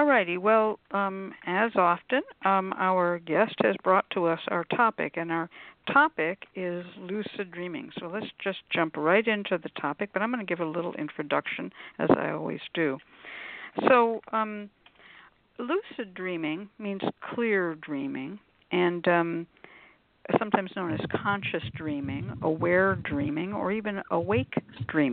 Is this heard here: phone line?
yes